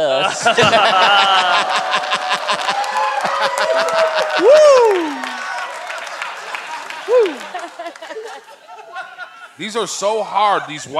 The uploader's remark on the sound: Recorded live at the Gramercy Theatre in NYC.